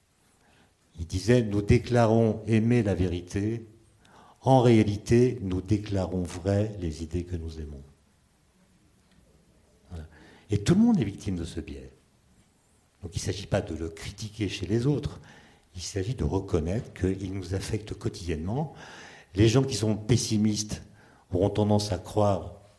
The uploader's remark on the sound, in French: lors d'une conférence inédite